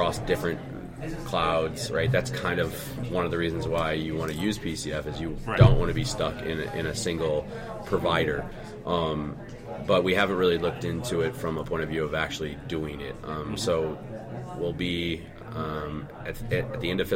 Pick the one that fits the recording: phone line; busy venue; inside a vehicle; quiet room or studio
busy venue